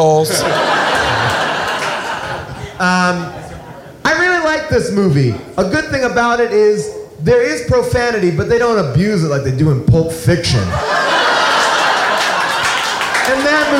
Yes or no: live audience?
yes